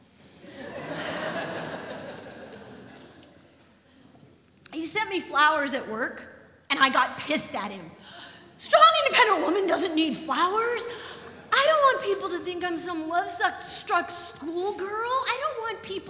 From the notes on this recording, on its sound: live at The Old Church Concert Hall in Portland, OR